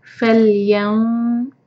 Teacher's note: نون کو چھپائیں گے اور ذو کے لیے زبان تیار کریں گے تو ہیوی اخفا ہوگا